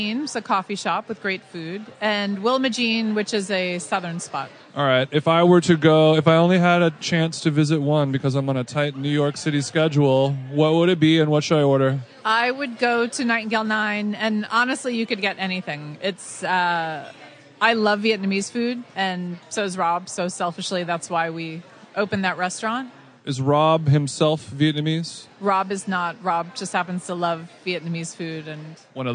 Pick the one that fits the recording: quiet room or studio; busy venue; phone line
busy venue